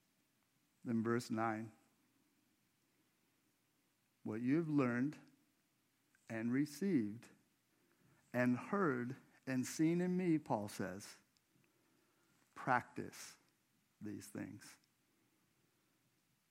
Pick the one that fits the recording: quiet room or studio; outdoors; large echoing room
large echoing room